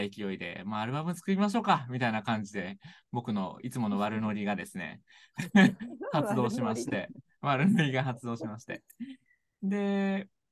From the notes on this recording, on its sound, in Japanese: zoom（リモート収録）